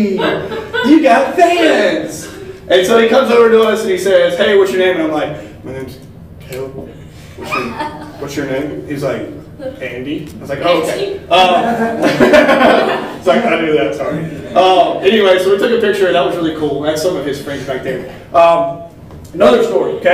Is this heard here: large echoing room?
yes